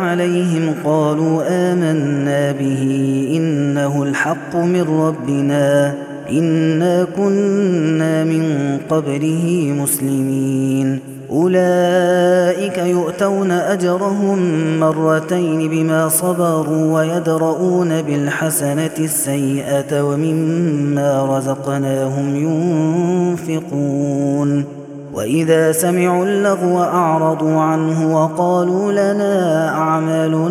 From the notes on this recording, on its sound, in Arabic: هذا التسجيل من صلاة التراويح